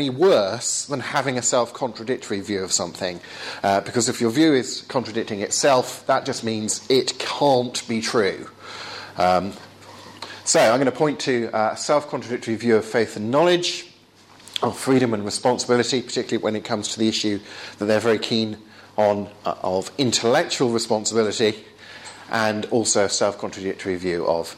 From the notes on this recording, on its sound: Talk with Q&A at Essex University.